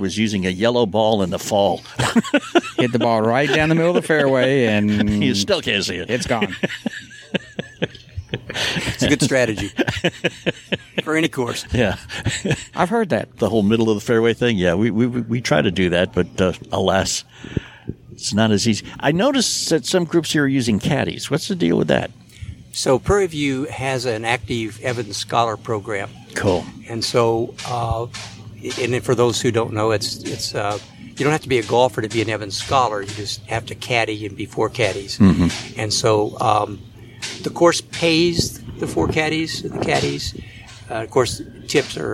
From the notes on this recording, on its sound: live from Prairie View Golf Course in Carmel, Indiana for the Capital Golf Amateur Tour’s Wounded Warrior Classic